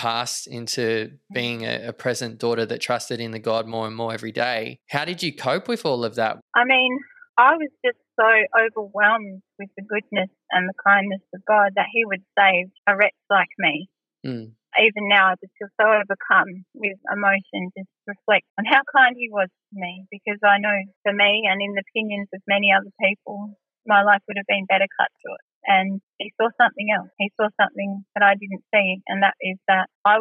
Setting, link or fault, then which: link, phone line